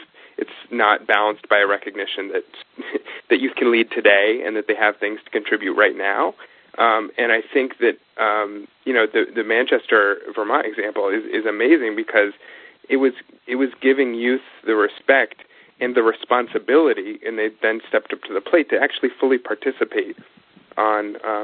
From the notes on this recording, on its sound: Call recorded on November 3, 2010.